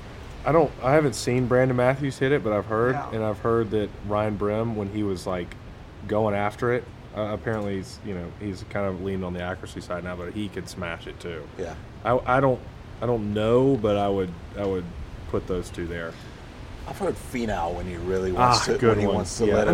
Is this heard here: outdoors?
yes